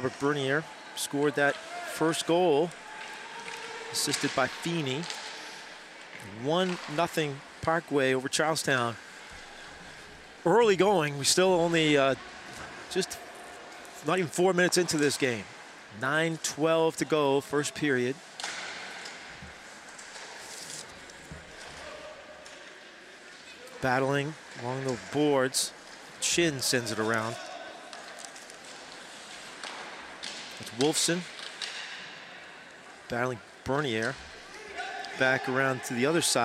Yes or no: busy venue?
yes